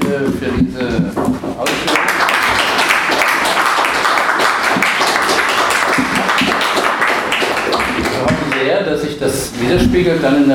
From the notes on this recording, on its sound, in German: MEGA Radio Reportage. Im Anschluss an ihrem Vortrag beantwortete sie Fragen aus dem Publikum zum Thema.